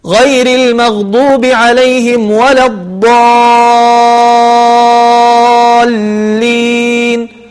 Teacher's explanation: فتمد الألف طيب بعد الضاد الضاء، تمدها مدا بمقدار 6 حركات · Term: مدا لازما كلميا